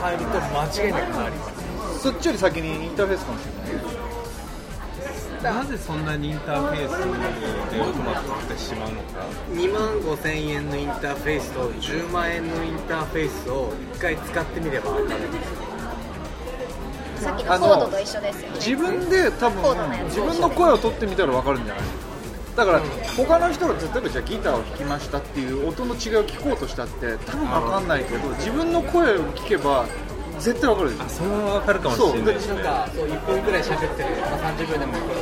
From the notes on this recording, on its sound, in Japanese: 喫茶店にて。ここのところメンバーのスケジュールが合わなくて外収録が多いおきらじ！です。今回はコーヒーの美味しい喫茶店…！